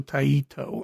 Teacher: Then you finish the I. Then as you finish the I, your mouth will close up a bit and tighten, like you're pronouncing it a hard E as in B